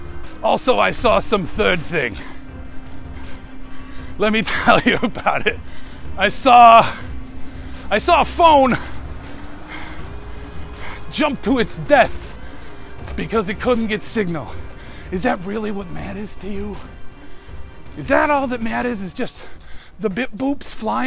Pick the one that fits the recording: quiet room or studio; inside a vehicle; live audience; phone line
inside a vehicle